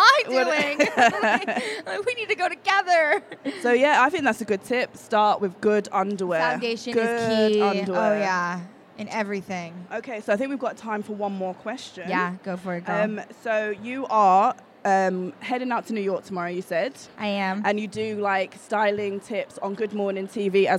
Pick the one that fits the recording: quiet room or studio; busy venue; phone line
busy venue